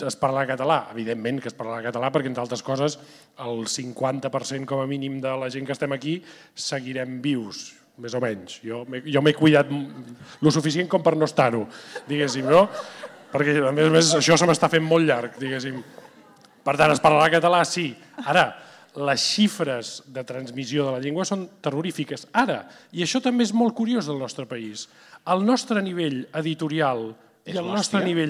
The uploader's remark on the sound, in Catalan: Des del Born amb el Gremi de Revenedors. El pòdcast d’aquesta Reserva d’El Temps de les Arts -en directe i públic- serví com a presentació d’aquest nou llibre.